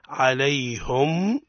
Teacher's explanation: حمزة ويعقوب الحضرمي يقرآن بضم الهاء في لفظ عليهم